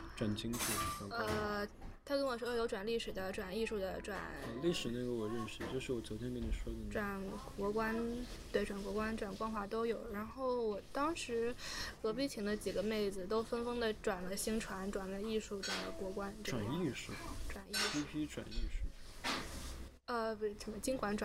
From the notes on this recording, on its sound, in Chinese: 本次录音是在一家咖啡馆进行的，录音时周围有着各色人等以及两台咖啡机和一台搅拌机，因此录音中时不时会传出原生态的声音，当然我们欢迎你把这当作某种真实感。此外，需要特别强调的是，（嘉宾）拍桌子的声音被削减到了原音量的百分之四十左右，不过如果戴了耳机，感受应该也很明显。